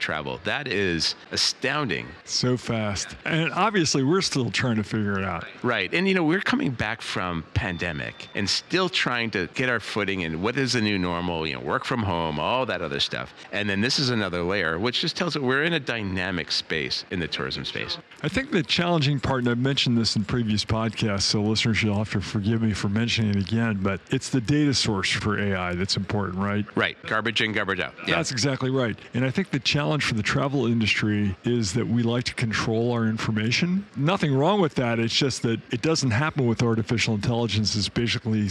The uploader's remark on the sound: Live from Destinations International